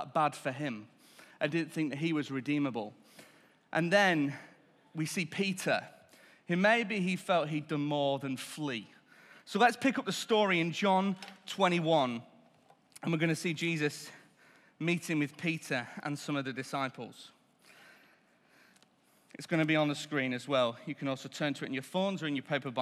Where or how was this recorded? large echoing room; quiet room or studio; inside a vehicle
large echoing room